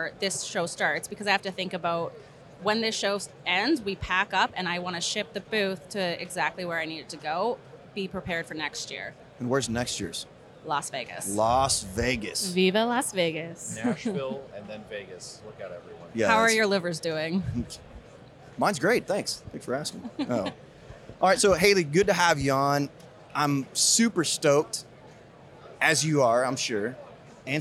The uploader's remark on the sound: LIVE from CBC. We're LIVE from the tradeshow floor at Craft Brewers Conference 2023 in Nashville!